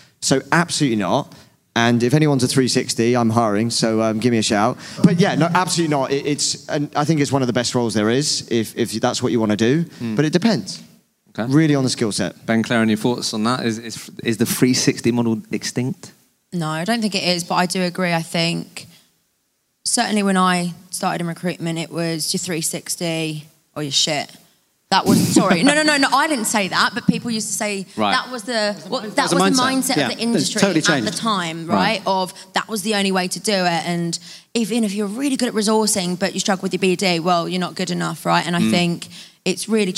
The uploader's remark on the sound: LIVE Podcast in London. We took over 26 Leake Street in Waterloo & here is the brilliant conversation we had at our LIVE podcast event.